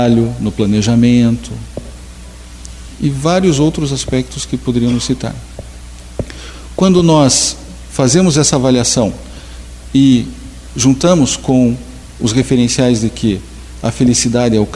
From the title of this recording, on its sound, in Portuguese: Palestra ao Público